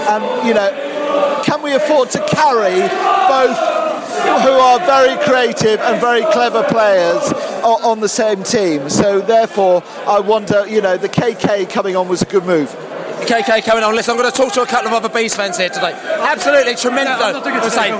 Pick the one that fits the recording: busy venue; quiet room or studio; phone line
busy venue